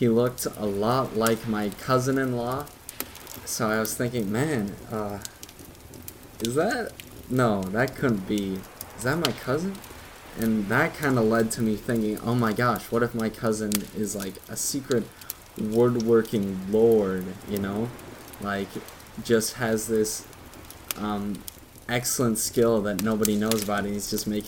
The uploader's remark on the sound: all with wave noises and campfire sounds play in the background